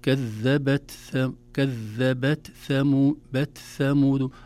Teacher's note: لابد أن نظهر همس التاء بمقدارها. كذبت ثمود، ونحذر من القلقلة.